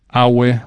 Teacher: the word for foreigner is awe, with all mid-tones